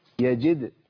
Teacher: جد الجيم بانت جي كويس قوي، والدال قلقلت